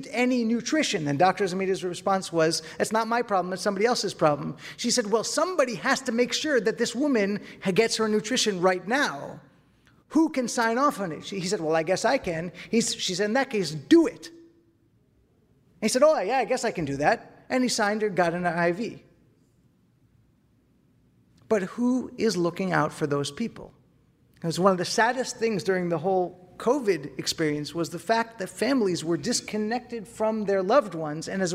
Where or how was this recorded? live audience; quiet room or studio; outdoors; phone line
live audience